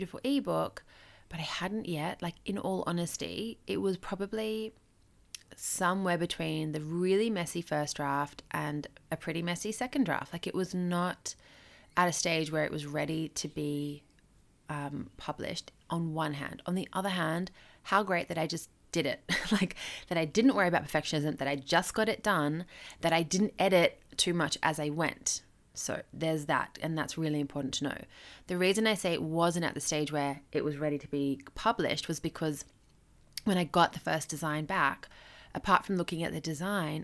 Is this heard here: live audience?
no